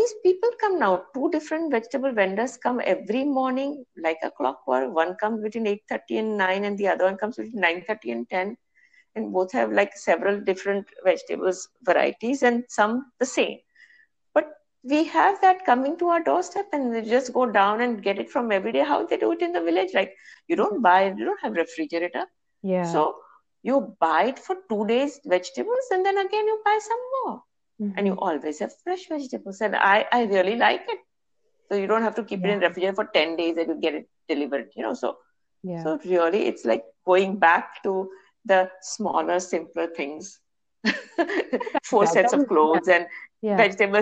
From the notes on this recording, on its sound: A tech test inadvertently turns into a first episode! The sounds quality is very poor (lots of scratches and drops).